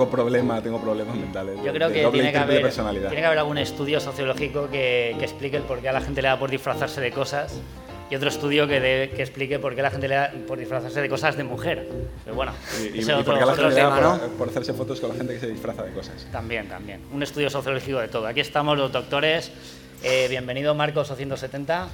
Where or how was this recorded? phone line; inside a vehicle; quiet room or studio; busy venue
busy venue